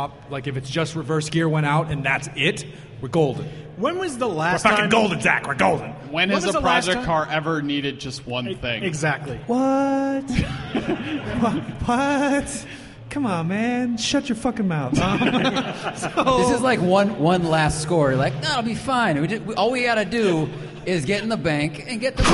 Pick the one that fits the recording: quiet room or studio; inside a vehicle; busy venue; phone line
busy venue